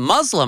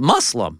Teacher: And you don't pronounce it Muslim, by the way, I recently learned. You pronounce it Muslim, like with a soft S, not the Z. · Shown in: second take